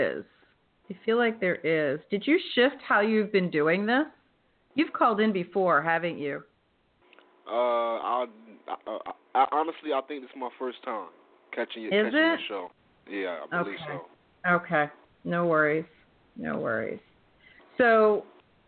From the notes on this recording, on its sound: in response to callers' questions